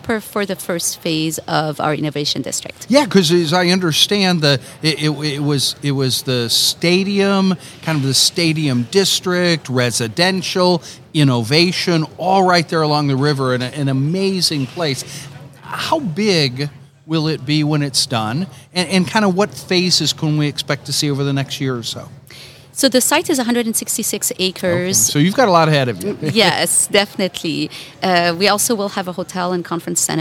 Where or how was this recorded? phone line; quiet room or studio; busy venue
busy venue